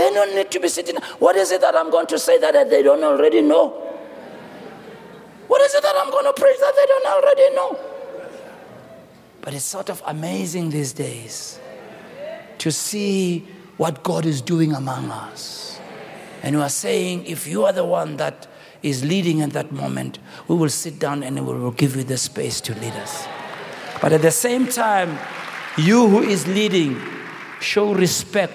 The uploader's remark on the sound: At our Annual Homecoming Conference, Word Explosion 2023.